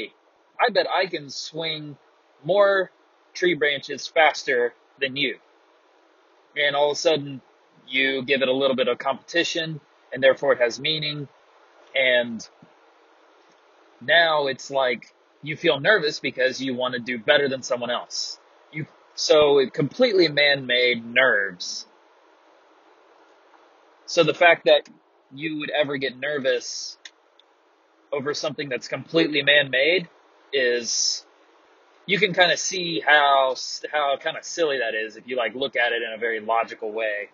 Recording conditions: poor sound quality